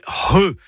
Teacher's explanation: C'est le C'H qui sert à écrire le son RE, et donc pas CHE ni QUE, c'est RE. C'est un gros H aspiré. Pensez à un hangar, hein, voilà, comme ça, ça va vous aider.